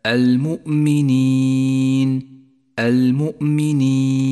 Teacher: جاء بعد حرف المد حرف متحرك سكن سكونا عارضا بسبب الوقف، يجوز هنا أن نمد حرف المد حركتين أو أربعة أو ست حركات، ويسمى هذا المد العارض للسكون